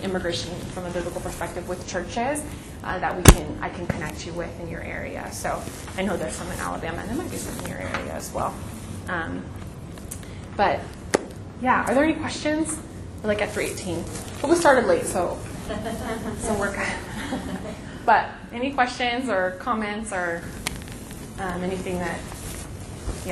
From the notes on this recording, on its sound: This podcast was recorded at the 2014 VJN Conference: Kingdom Justice, Vineyard Values.